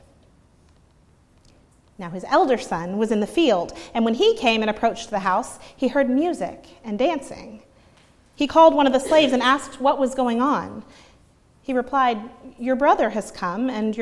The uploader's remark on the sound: preached at Northminster Church on March 31, 2019